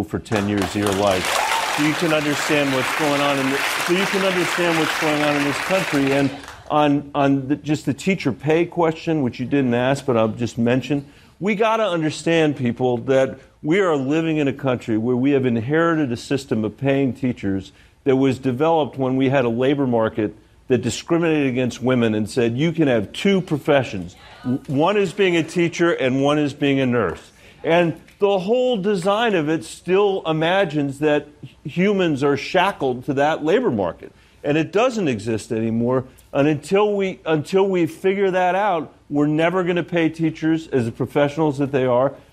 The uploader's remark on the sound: Fields Questions from The Daily Show Audience